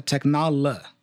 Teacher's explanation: But then the O after L becomes schwa